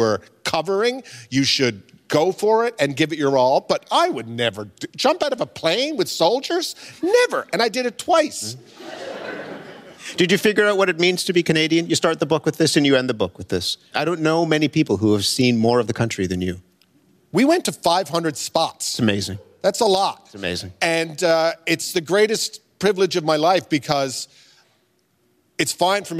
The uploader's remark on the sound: At a live event in Toronto’s Glenn Gould Studio